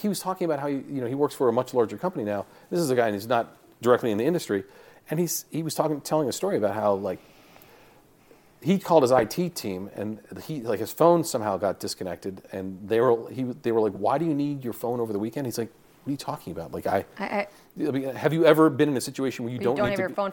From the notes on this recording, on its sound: live from MJBizCon in Las Vegas